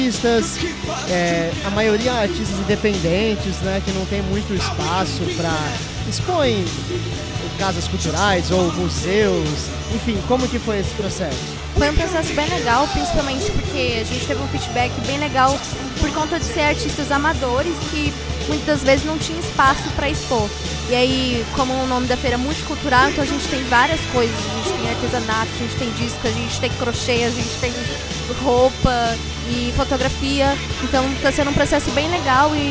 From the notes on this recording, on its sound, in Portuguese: Episódio gravado ao vivo no evento de comemoração de 2 anos do Rock n'a Sala.